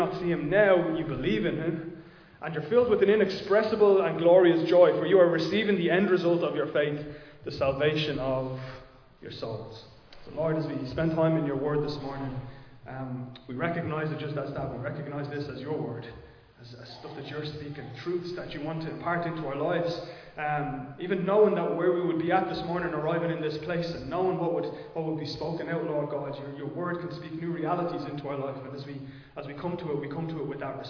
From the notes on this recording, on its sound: Recorded live in Liberty Church on 16 October 2022